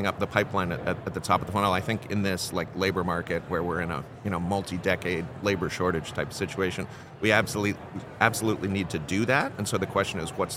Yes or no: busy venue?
yes